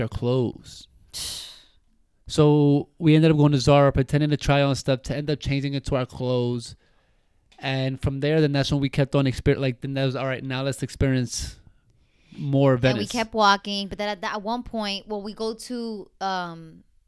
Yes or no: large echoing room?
no